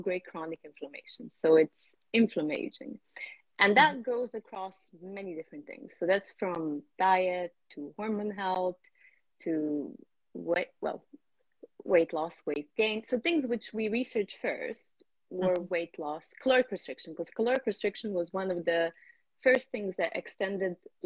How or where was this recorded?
video call